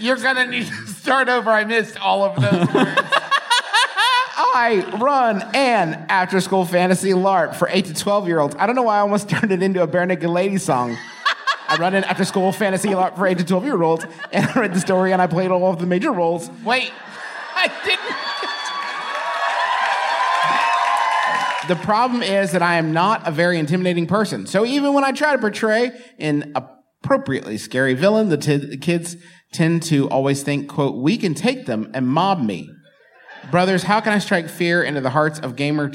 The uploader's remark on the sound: For one thing, it’s a live show, which is a strange thing to listen to. For another thing, it’s a selection of bits from two different performances aboard the JoCo Cruise, so it’s a little patchwork-y and disjointed.